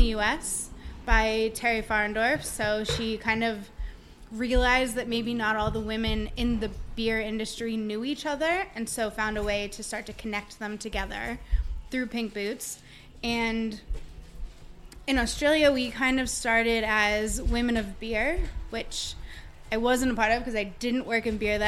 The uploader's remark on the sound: This podcast was recorded at The Prince Alfred, Port Melbourne. This podcast was recorded at The Prince Alfred, Port Melbourne.